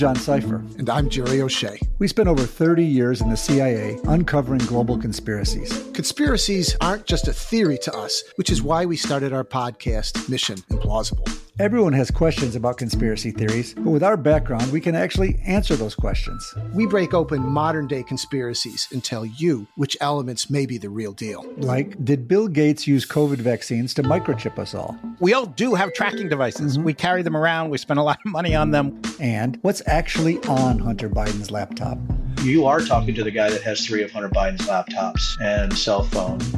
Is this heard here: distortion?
no